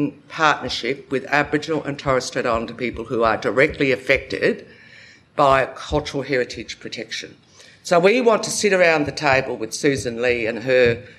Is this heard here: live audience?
yes